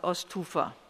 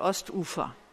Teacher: Mitten im Wort kommt da so ein Knacklaut, wie typisch ist für das Deutsche. · Shown in: second take · Ostufer wäre ohne Knacklaut, Ostufer ist mit Knacklaut.